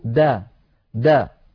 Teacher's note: بل تقول دا دا، بدال مرققة مهما كانت حركتها، سواء كانت مفتوحة أو مضمومة أو مكسورة أو ساكنة.